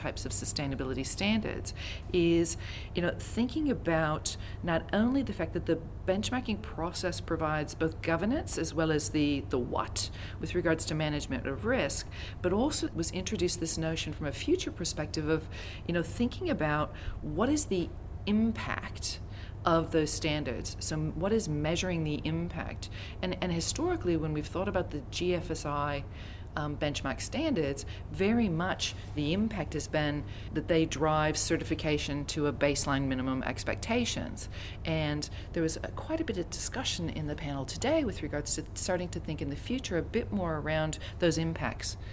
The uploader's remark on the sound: Onsite at the GFSI 2022 Conference, hosted this year in Barcelona.